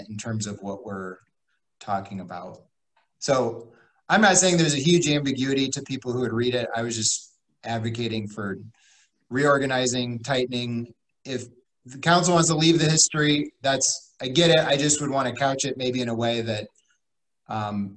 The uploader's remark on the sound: Was held on Zoom due to the pandemic.